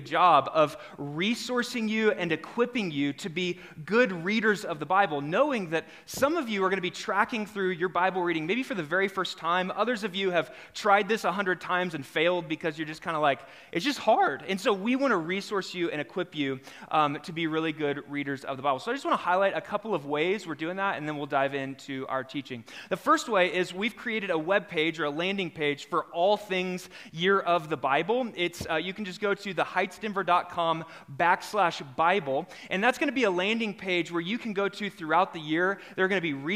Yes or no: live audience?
yes